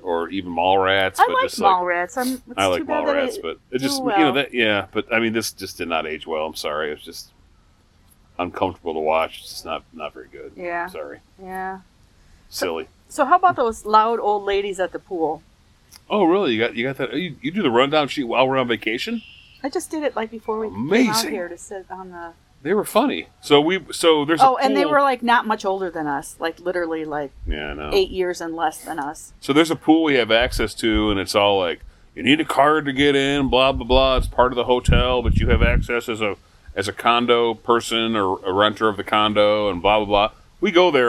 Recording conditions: outdoors